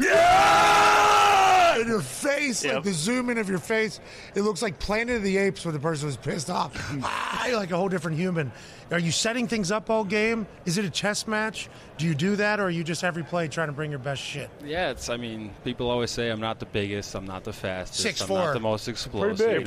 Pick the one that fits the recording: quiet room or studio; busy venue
busy venue